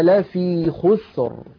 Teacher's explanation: لاحظوا كلمة خسر، الراء ساكنة، قبلها ساكن، وقبله مضموم وهو الخاء، إذن أيضا نفخمها